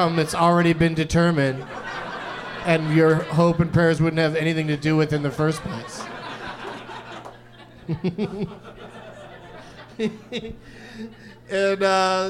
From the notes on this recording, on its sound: Live from the American Comedy Company in Sweet Home San Diego. An audience member.